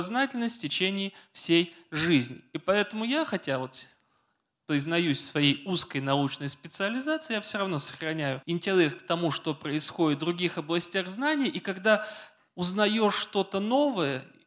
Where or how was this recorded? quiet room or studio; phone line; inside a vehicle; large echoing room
large echoing room